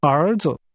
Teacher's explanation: Sons is pronounced with rising and falling rising tones.